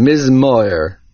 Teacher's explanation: The accent is not on the first syllable. · Term: milara